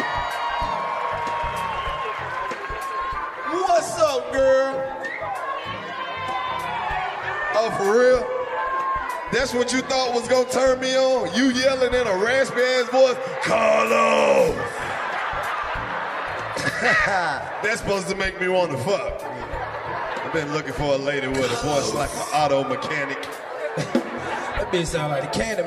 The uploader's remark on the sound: LIVE from Phoenix. Live from the Orpheum Theater in Arizona!